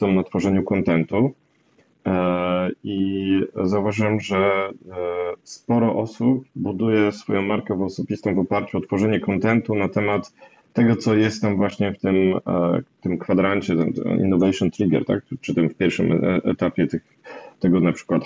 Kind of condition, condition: link, video call